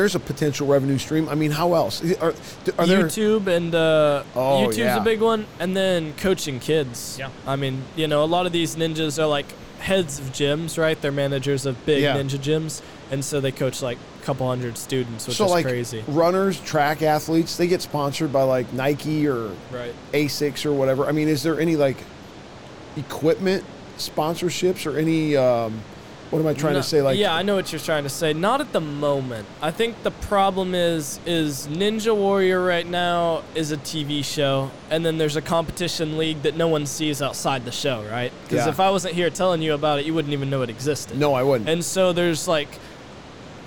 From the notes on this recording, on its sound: LIVE from NRB 2022!